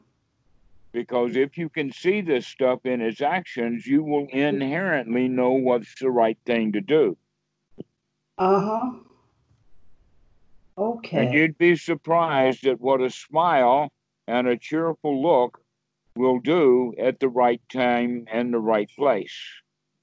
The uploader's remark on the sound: skype calls on this channel